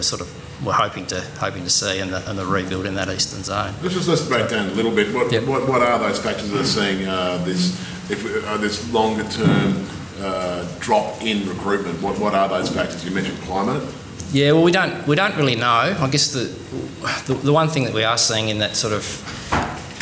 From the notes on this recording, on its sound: Apollo Bay Seafood Festival 2023. Conversations on the Edge.